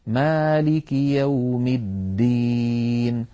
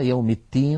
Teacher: وفي المثل كما تدين تدان، فلا بد من بيان الدال، مالك يوم الدين، ولا نجعلها يوم التين قريبة من التاء · Shown in: first take